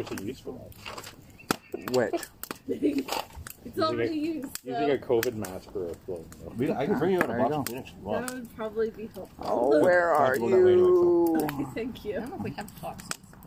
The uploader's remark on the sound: We decided to try an outdoor event this week, so I appologize for any loud fire sounds that might drown us out. After going through the audio, the fire wasn't as loud as expected.